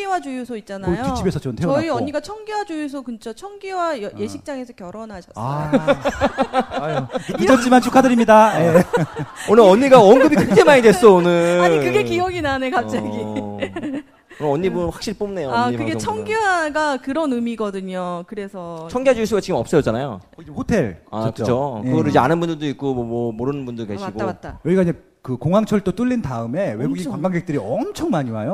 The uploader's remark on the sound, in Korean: 이번에 팟캐스트 책 출간 기념으로 공개방송을 진행하였습니다